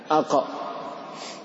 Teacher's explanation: أقصى اللسان أي أبعده مما يلي الصدر يخرج منه حرف القاف مع الحنك الأعلى